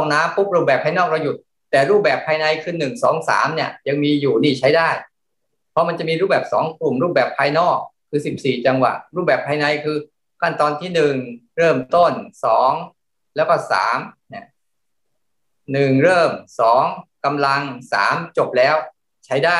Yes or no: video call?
yes